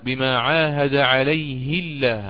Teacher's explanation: وعندما أكسر عند الإمام قالون أرقق اللام بما عاهد عليه الله، هكذا.